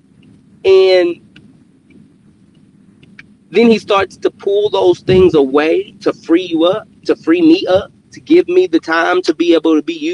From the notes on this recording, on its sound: Car edition. In this episode from my car, we continue the overcome series with the tail end of my car worship.